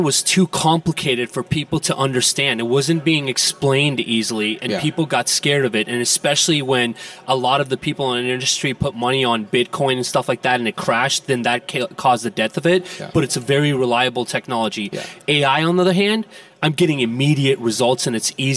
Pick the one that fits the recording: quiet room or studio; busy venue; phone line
busy venue